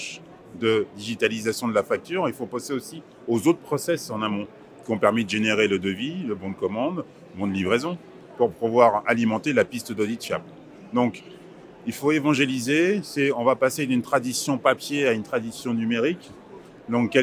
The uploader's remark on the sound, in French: Pour poursuivre notre série de Podcasts en direct de Documation, et en ce deuxième jour de salon